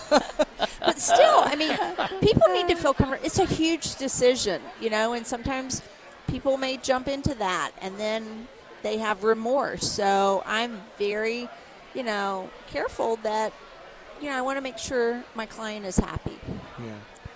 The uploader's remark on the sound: broadcast live from the North Carolina State Farmers Market.